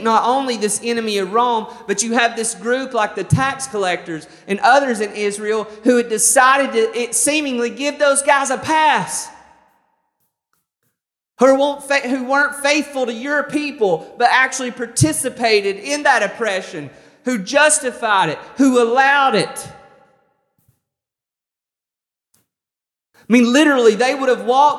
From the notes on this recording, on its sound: This sermon was recorded on May 23rd, 2021 at Matthew's Table Church in Cleveland, TN